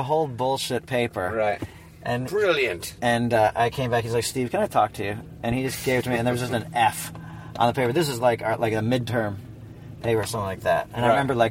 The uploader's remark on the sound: Another road trip, another chew session. In the car as they drive.